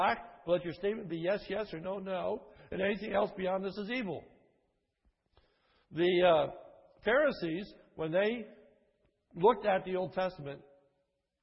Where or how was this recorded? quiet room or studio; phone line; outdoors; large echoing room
large echoing room